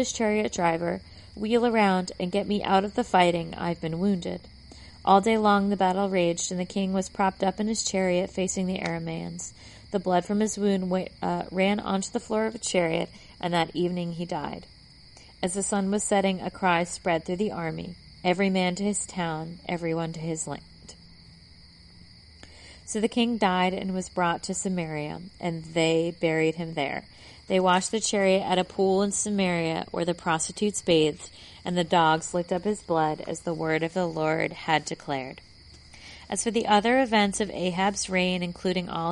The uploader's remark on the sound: My mom provides a mid-episode laugh track because I recorded outside while she read a book.